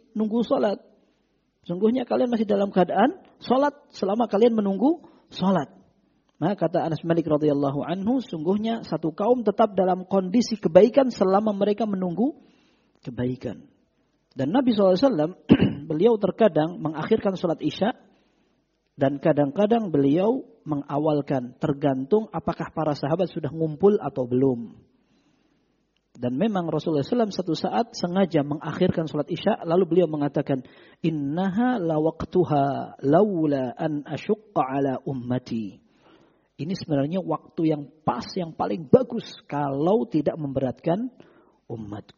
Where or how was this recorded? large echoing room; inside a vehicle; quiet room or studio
large echoing room